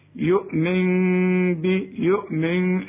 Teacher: لأن بعد النون دي باء، فبيحصل إقلاب للنون إلى ميم ونخفي الميم